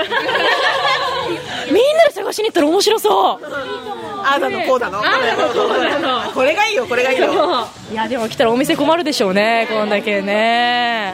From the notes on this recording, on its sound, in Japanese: 今回は新都心・DFSでの収録。